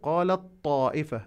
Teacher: التاء تدغم بإدغام التام عند الطاء ويسمى بالإدغام المتجانس